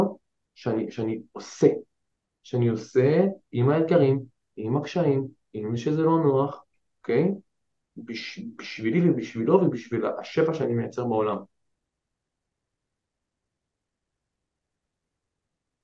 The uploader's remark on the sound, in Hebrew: אני בהרצאת ZOOM